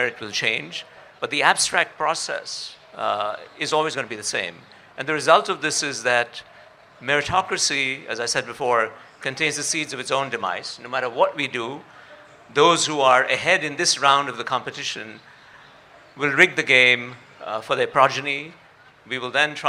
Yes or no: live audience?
yes